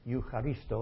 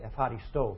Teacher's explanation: In spoken modern Greek, they pronounce this EU part always F. · Shown in: second take · So instead of Eucharisto, they say Epharisto for thank you.